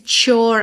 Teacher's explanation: juntando T final de without com your